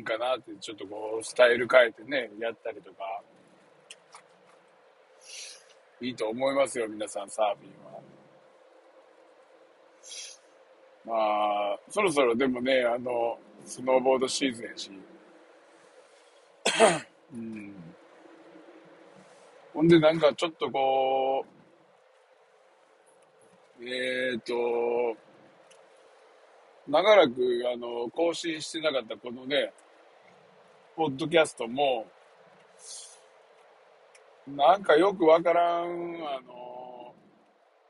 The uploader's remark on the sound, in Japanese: サーフィンに向かう道中で収録！